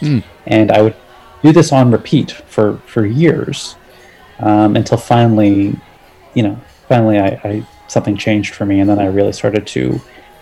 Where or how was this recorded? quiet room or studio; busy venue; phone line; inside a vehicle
busy venue